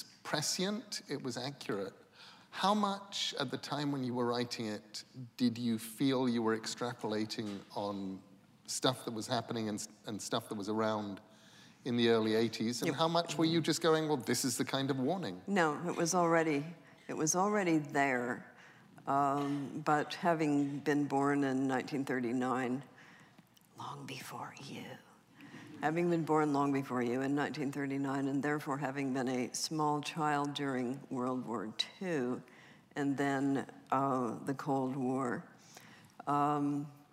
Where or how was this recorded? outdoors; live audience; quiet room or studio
live audience